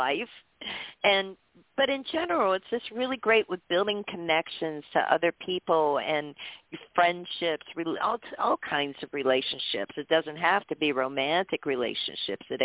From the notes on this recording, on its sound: Taking your Calls for FREE Tarot Readings, Live On-Air!